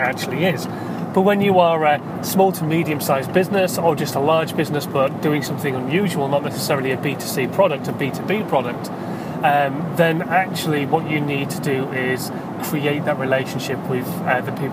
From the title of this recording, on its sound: In My Car